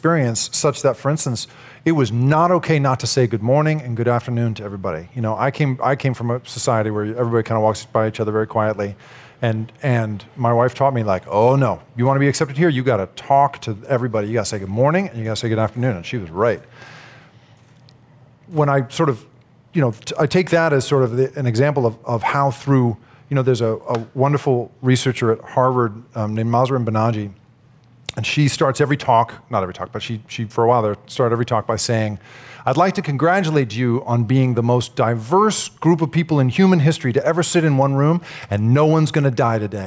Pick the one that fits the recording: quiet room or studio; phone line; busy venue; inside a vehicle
busy venue